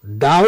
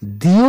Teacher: এরূপ ক্ষেত্রে উচ্চারণ হয়ে থাকে বিশ্লিষ্ট, একসঙ্গে হলে হয় সংশ্লিষ্ট, দাও শব্দে আও একসঙ্গে উচ্চারিত হয় বলে এটি যৌগিক স্বর · Shown in: first take